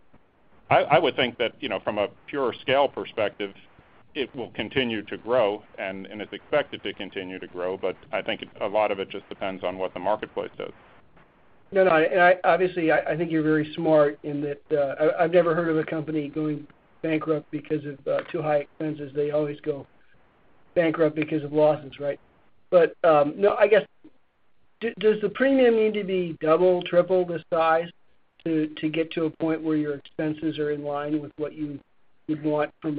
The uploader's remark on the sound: ProAssurance Earnings Conference Call, Fourth Quarter, 2014